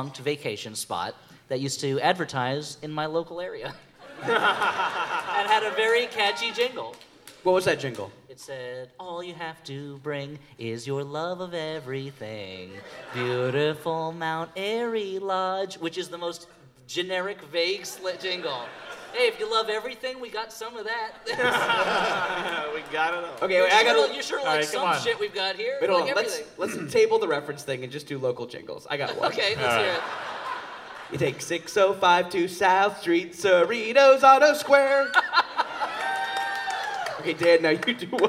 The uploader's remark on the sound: An elite group of podcasters gathered together in Chicago to create the most compelling podcast promos ever recorded in all of audio history. Recorded live from Very Very Fun Day in Chicago at Thalia Hall.